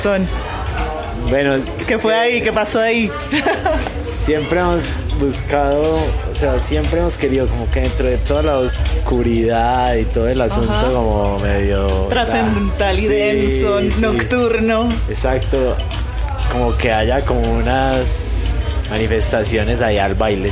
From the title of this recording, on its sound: Live At RPM Records Record Store Day